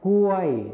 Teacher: คำว่ากล้วยในภาษาไทยมาตรฐานจะใช้คำควบกล้ำรอลิงนั่นเองส่วนภาษาไทยถิ่นอีสานจะไม่ใช้คำควบกล้ำรอลิงนั่นเองค่ะ